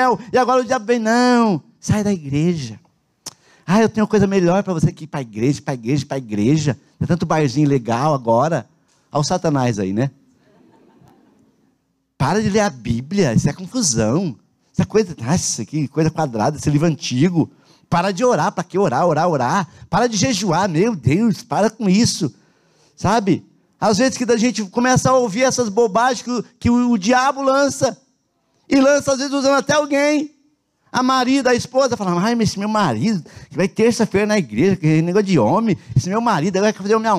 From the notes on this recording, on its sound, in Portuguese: na Igreja ABA Curitiba (Transmitido ao vivo)